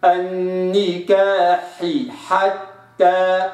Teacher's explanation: إذا تكررت الحاء، يجب أيضا أن أخلص الحاء الأولى من الثانية أو الثانية من الأولى. · Term: التخليص